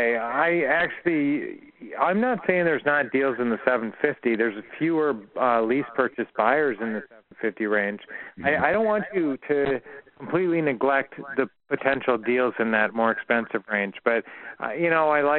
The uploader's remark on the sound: Q&A Call.